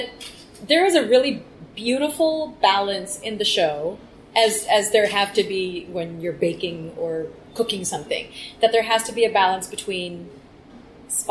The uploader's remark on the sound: During a press conference at the Swissotel